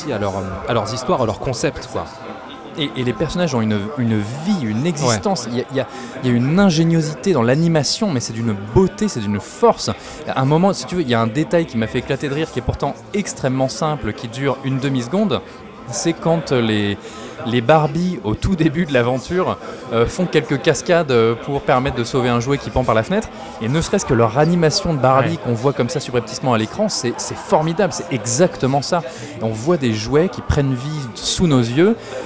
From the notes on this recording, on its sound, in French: Enregistré au Hurling pub (8 Rue Descartes, 75005 Paris), le vendredi 28 juin 2019.